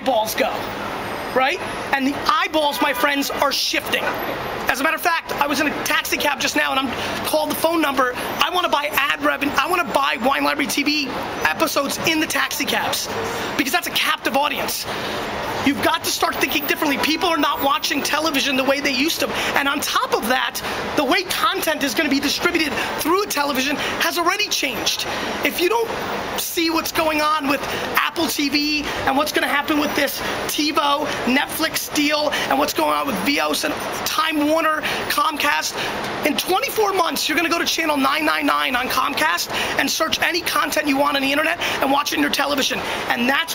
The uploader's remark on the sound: A 2008 NYC Street Keynote. Today’s episode is a classic keynote that I gave on the streets of NYC back in 2008.